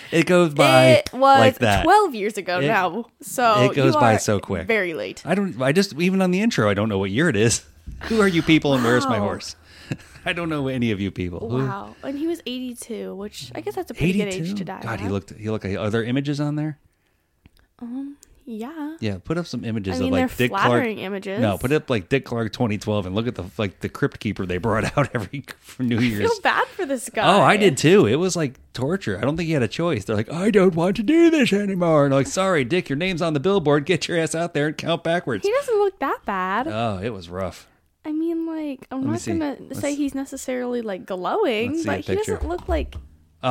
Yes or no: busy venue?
no